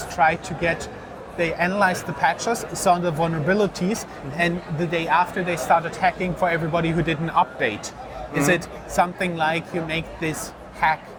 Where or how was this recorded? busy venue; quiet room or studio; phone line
busy venue